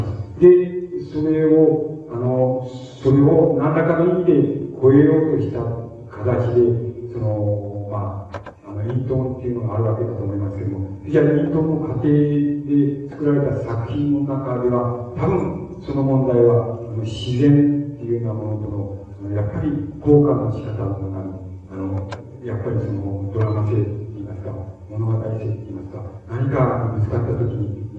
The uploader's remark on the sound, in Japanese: 音質：２。主催：近代文学研究会（雑誌「城」の研究会）。場所：佐賀市民会館。近代文学研究会 例会 二百回記念講演会として行われた。ノイズが多く、ホールの残響音もあって 聞き取りづらい。